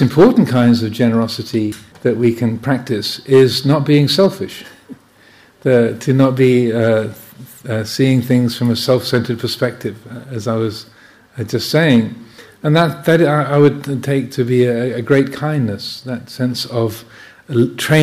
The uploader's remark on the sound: during the Kathina festival, at Chithurst Buddhist Monastery, UK.